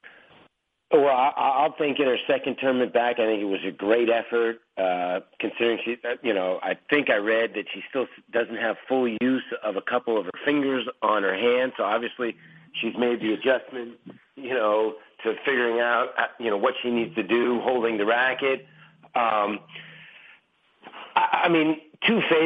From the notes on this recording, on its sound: Wimbledon Conference Call